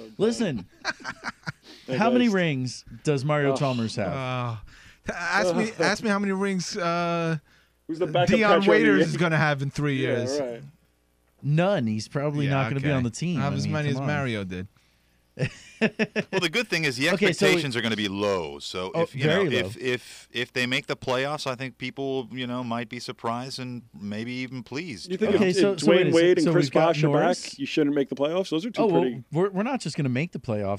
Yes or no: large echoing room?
no